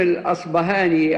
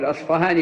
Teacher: والأصفهاني ابن خيرون هذا نسبة إلى أصفهان التي هي بلد أصله، وربما جاءت في بعض الكتب الأصبهاني، وهذا جائز وهذا جائز، لأن الباء المهموسة التي هي تعرف بالباء الفارسية كما هي في اللغات الأوروبية، العرب يتصرفون فيها بإبدالها إما باء مجهورة كما في الأصبهاني أو فاء